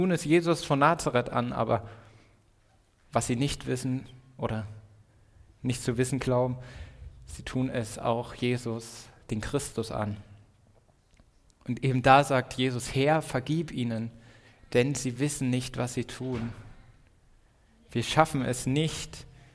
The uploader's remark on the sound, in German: Predigt im Rahmen des GreifBar+ Gottesdienstes